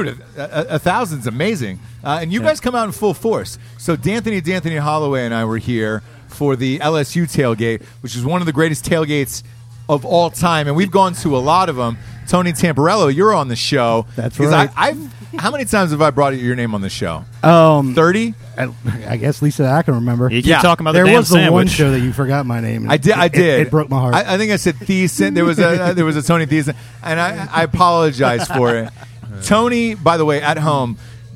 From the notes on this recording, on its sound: Live From Hurricane Barry! Live from the hurricane that almost was, Hurricane Barry. We're live from the dive bar 22nd Street Lounge.